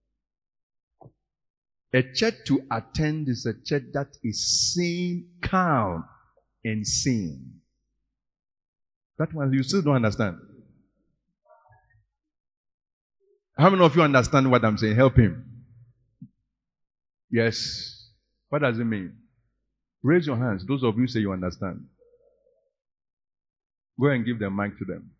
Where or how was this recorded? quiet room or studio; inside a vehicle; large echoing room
large echoing room